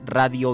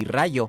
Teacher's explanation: Pero en este caso hay algo que se llama yod en fonética y en fonología, y es cuando hay una D y una I junta, cuando se pronuncia tan rápido se convierte en un Y